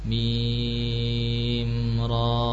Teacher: ra-nya dipendekkan. Cukup dua harokat.